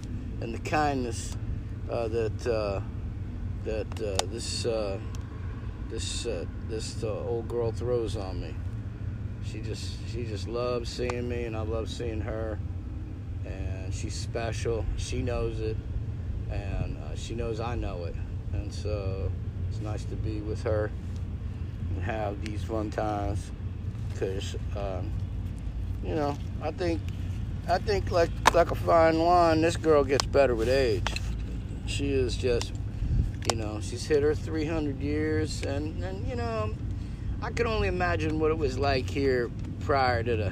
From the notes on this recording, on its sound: We are live from the French quarter New Orleans